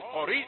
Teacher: القاف مفخمة بتشد الراء